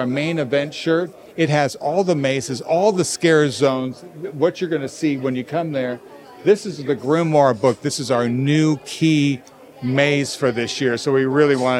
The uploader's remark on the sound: These interviews were conducted live at Knott’s